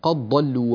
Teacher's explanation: الدال هنا أيضا تدغم في الضاد